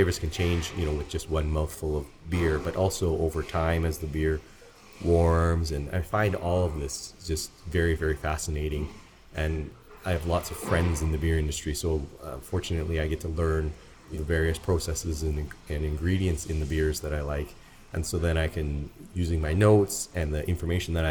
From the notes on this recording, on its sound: We recorded this interview in the beautiful tap room of our friends at Cabin Brewing. There are a few real brewery noises in the background.